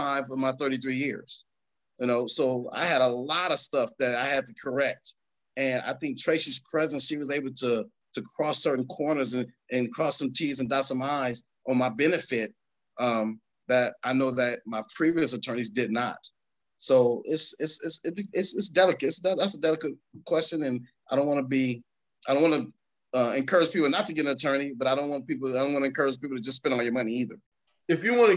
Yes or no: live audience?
no